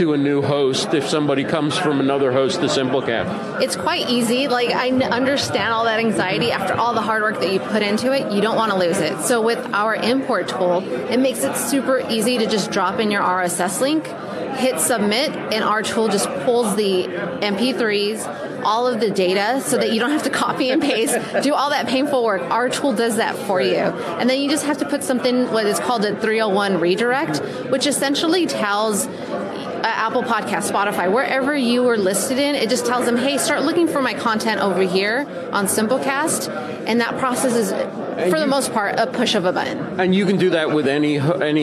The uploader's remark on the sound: Recorded live at VidSummit 2018 in Los Angeles.